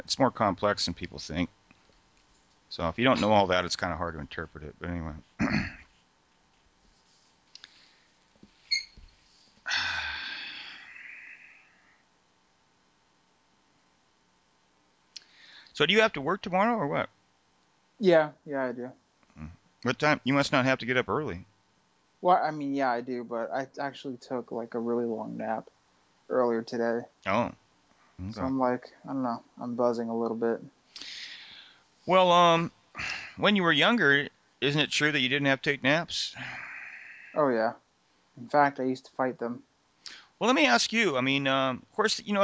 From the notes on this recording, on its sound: pushed the record button towards the end of a long personal Skype call